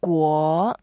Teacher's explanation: 国 is second tone. 国. So going all the way up.